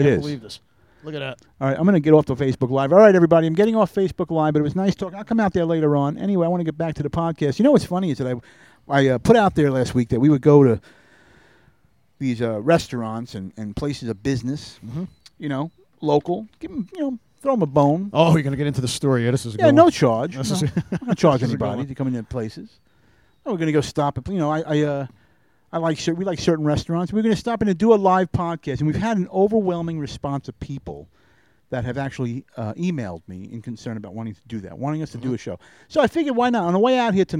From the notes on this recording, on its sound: Live from Englewood Beach Florida! Make there way to Englewood Beach and do the the podcast from a gazebo.